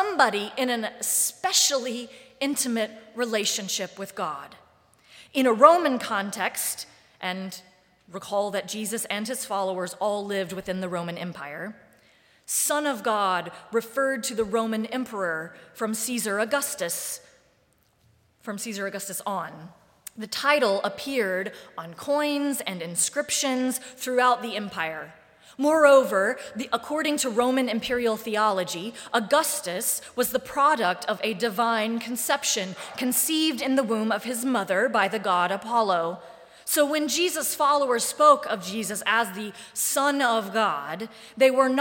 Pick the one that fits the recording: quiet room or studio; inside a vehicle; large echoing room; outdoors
large echoing room